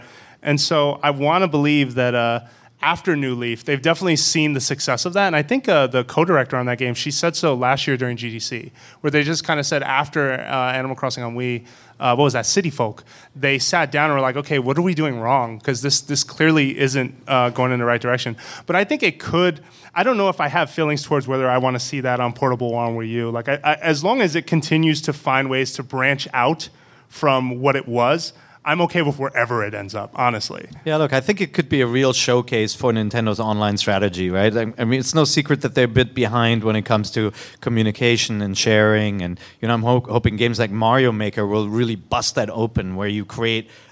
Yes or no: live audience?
yes